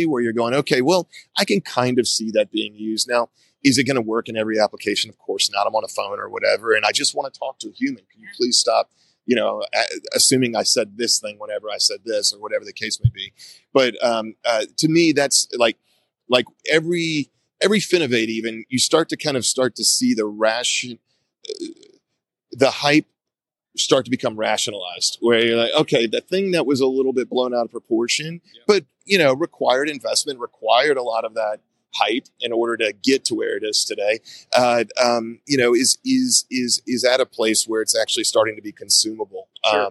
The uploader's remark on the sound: Live from Finovate Fall.